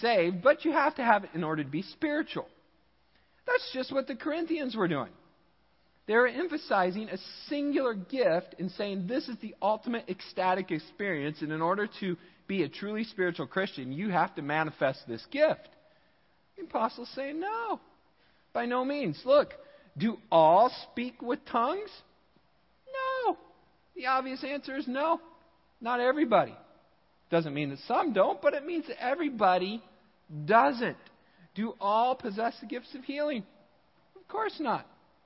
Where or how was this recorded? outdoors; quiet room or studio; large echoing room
large echoing room